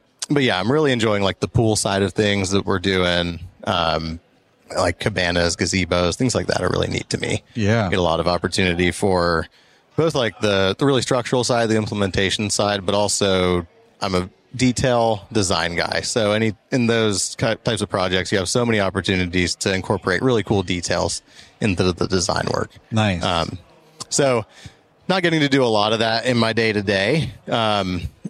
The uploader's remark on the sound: Pod-Row at Synkd LIVE in Atlanta